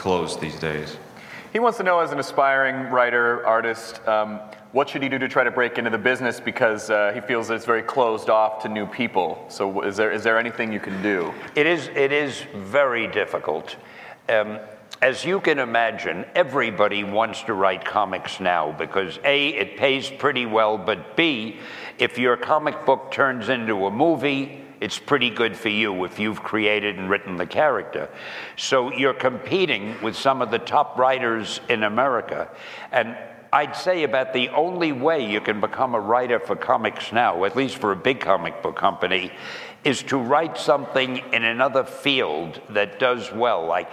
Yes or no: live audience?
yes